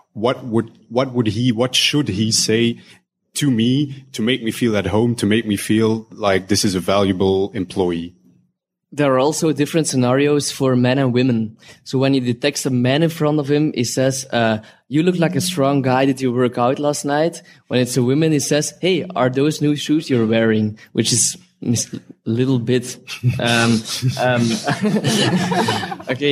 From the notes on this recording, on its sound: During the arena event we have a round table conversation with the two speakers in front of a large audience. We are recording this live and publish it as a special ‘live arena’ episode.